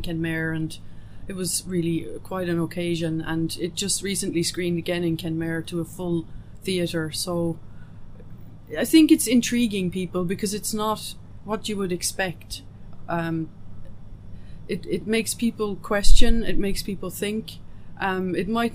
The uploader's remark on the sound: On the Ground at IndieCork Film Festival